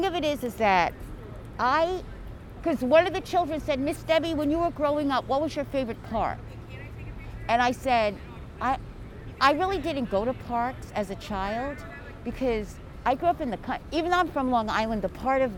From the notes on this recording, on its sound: 7 Washington Square Park. In this episode we go out of the studio and into the field to meet the Parkies who manage it, and listeners will be able to hear all of the Village sounds (and a thunderstorm) of a busy summer day in this beautiful spot.